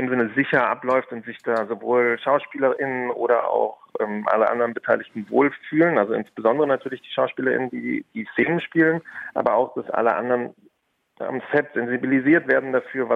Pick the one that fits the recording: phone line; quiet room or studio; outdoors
phone line